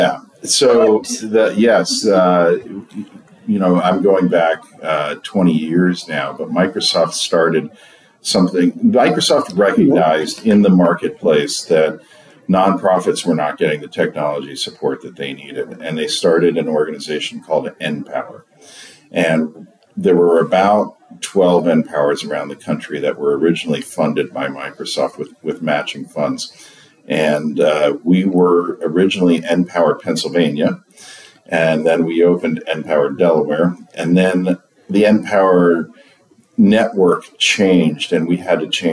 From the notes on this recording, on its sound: live at the PowerShell + DevOps Global Summit in Bellevue, WA